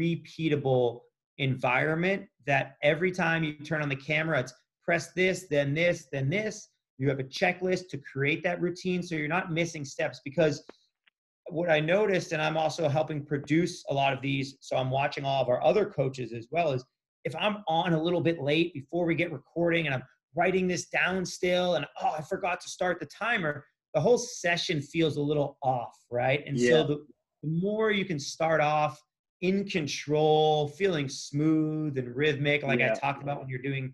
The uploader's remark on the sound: This episode was recorded via ZOOM during COVID-19 lockdown. We have tried to improve the sound as much as possible.